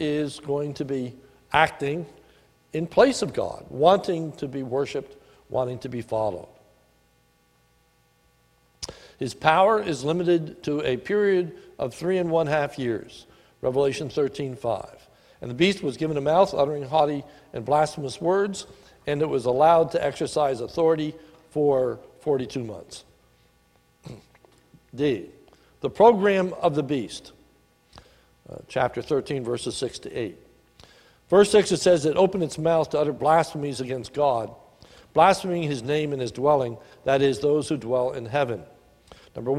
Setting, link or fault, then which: setting, large echoing room